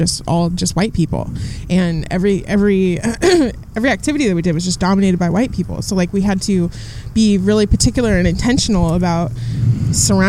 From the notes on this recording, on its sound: This conversation was recorded outside the Steinbeck Center on a sunny Sunday afternoon.